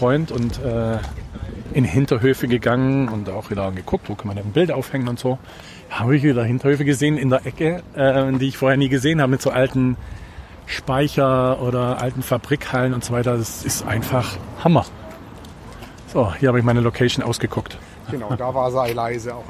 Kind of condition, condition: setting, outdoors